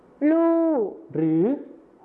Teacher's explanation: การเปลี่ยนเสียงพยัญชนะต้นเดียวนะก็คือรอเรือในภาษาไทยมาตรฐานนะครับไปเป็นพยัญชนะต้นเดียวในภาษาถิ่นอีสานก็คือลอลิงกับฮอนกฮูก